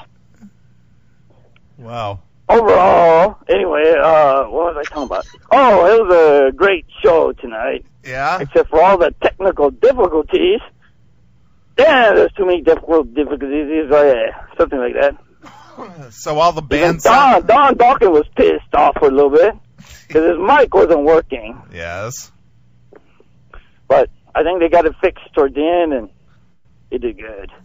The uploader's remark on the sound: calls into the show while walking out of a concert